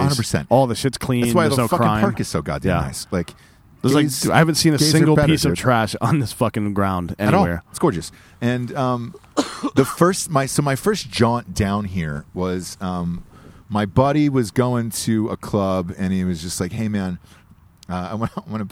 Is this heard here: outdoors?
yes